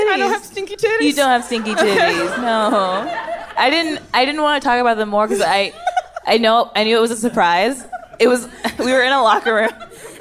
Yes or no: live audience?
yes